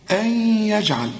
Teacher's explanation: النون بعدها الياء والياء من حروف الإدغام، هنا محتاجة غنة، أن يجعل وكأن الياء مشددة بينكم.